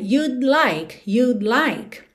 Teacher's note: Até porque eu encosto a língua no céu da boca para fazer o D, you'd, mas eu já tô com a língua no céu da boca para o L, you'd like, you'd like. Então, é muito comum que você praticamente não ouça esse D do would contraído